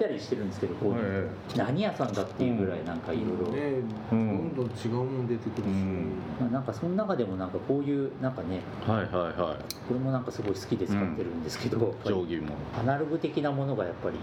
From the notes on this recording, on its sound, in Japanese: 今回、録音器のトラブルでノイズがあります。とりあえず、取材も収録も終わりかな？と思ってからの貸しスタジオ延長戦です。